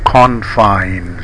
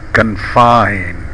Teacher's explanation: When noun, say confines with a stressed dog vowel and follow with bide vowel. When verb, say confine with the first vowel of about and a stressed bide vowel. · Term: Stress patterns